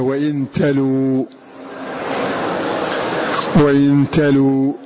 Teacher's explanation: فينطق بلام مضمومة بعدها واو ساكنة